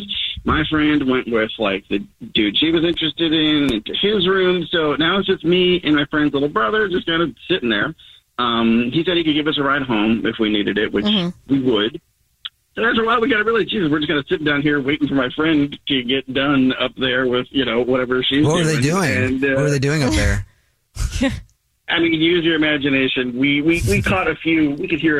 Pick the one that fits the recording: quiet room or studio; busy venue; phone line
phone line